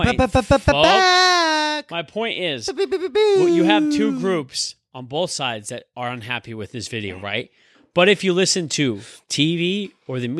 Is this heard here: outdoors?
no